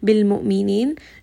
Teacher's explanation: Hamza is going to have a little bit of a jerkiness when we stop here on sukun